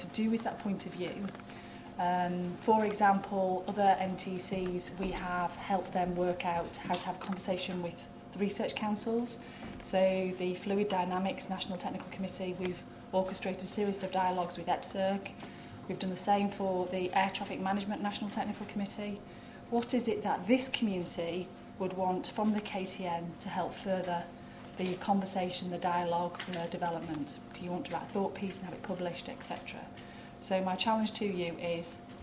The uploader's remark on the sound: At the Aerospace Manufacturing Conference and Technology Roadmapping Workshop held at WMG.